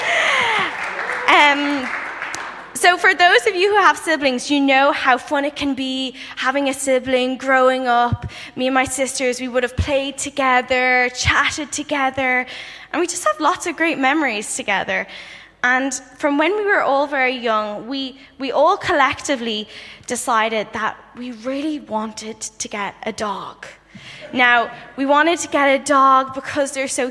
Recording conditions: live audience